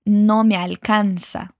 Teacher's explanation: Una vez más, y cuida la pronunciación de al alcanza. siempre con la A bien abierta y la L tocando tus dientes de arriba. No me alcanza.